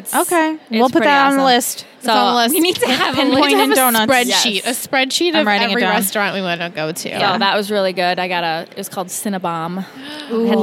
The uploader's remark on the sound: Recorded LIVE from TRIC.